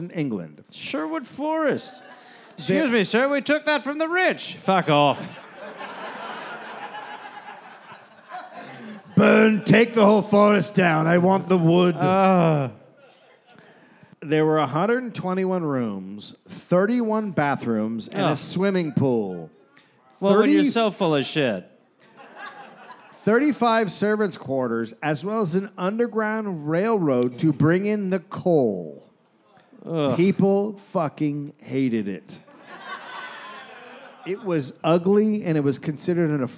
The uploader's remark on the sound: Recorded live in Las Vegas